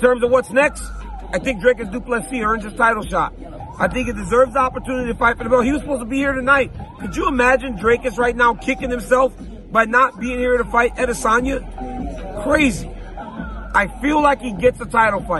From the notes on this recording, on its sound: LIVE from the octagon in Sydney, Australia.